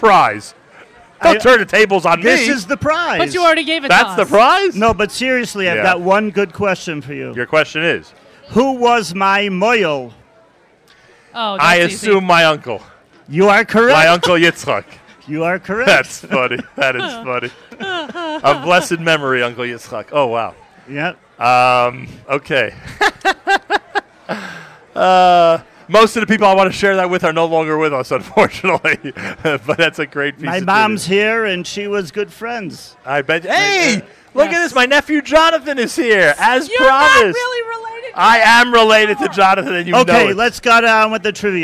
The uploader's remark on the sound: Live Remote Alert! Manischewitz Presents the Nachum Segal Network Live from the 3rd Annual Taste of Kosher Foo